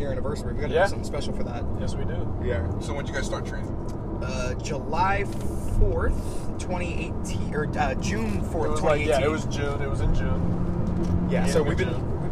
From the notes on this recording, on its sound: We recorded on our way back from REAL Pro Wrestling in Fort Myers, FL.